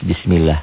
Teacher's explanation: Lafaz Allah ini dibaca tipis.